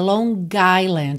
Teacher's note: você junta Long Island, porque você vai ter uma vogal logo na sequência